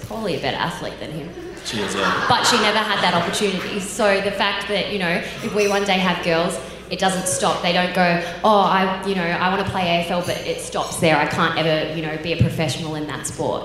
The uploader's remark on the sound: a special live event